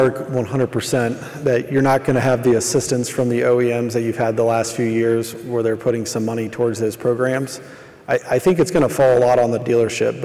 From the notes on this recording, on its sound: Highlighting some of the panels and presentations from Used Car Week 2023.